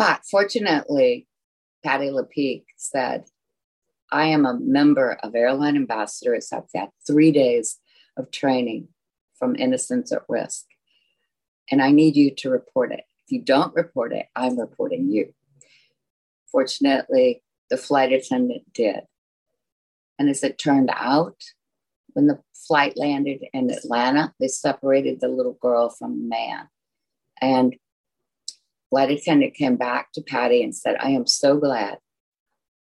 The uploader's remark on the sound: recorded over Zoom